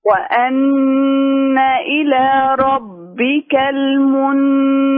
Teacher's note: بعد طرف اللسان قليلا عن مخرج النون